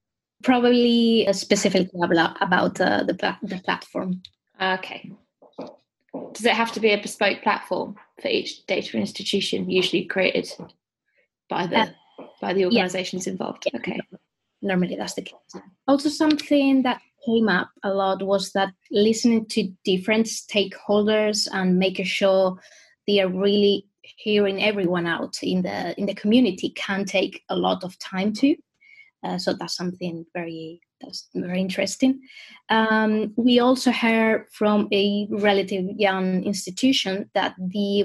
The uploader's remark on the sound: This podcast was recorded remotely over Zoom